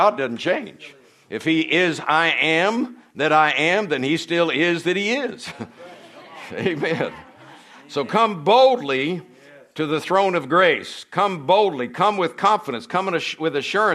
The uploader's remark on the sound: From the Sunday night service on September 24, 2023 at Harvest Bible Church in Stockton, California. Is from the Sunday night service.